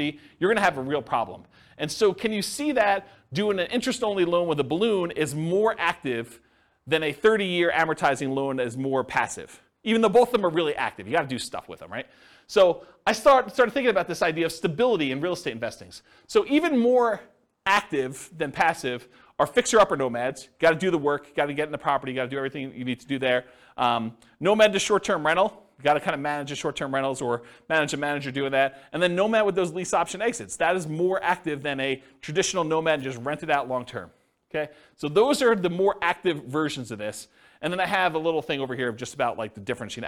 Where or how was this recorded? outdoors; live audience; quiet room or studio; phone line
live audience